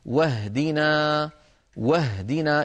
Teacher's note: انتقلنا من الواو إلى الهاء ولم نقل واهدنا، فالهمزة سقطت هنا لأنها صارت في وسط الكلام. بينما لو بدأنا بكلمة بفعل اهدنا كما في الفاتحة نقول اهدنا، اهدنا. · Term: همزة الوصل